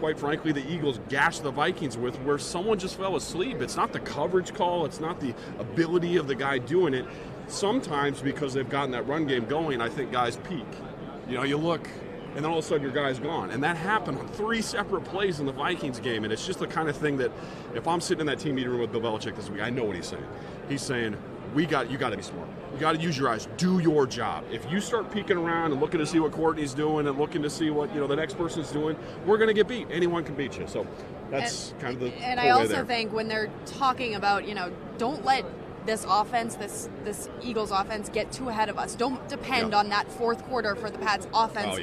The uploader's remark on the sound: The REAL THING Patriots Podcast comes at ya live from the Mall of America in Minneapolis, Minnesota.